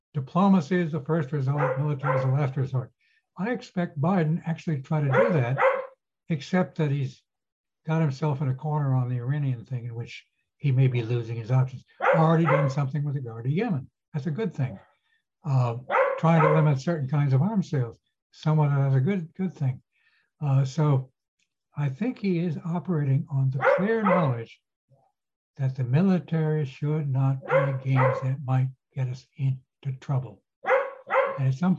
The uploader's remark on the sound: This public talk was conducted online via Zoom.